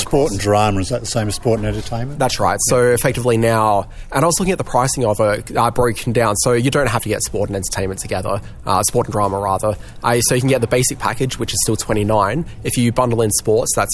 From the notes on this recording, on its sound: A special recording from the new Foxtel on Oxford venue